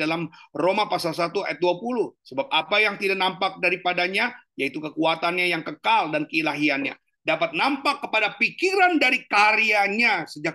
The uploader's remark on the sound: Zoominar